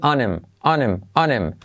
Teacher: Porque el him, la I se hace como una E y la H se omite.